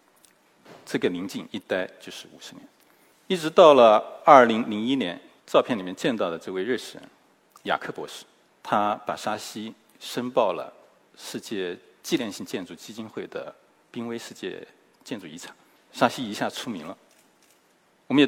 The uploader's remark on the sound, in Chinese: 一席现场